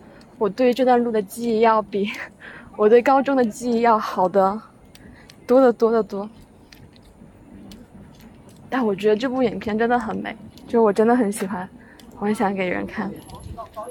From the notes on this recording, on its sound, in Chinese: 依然是一期在路上随兴录制的电台，没有剪辑和配乐